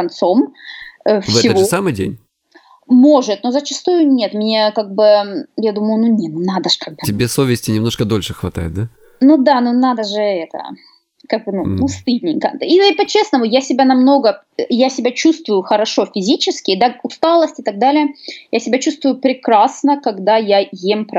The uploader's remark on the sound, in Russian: я связался с ней по Skype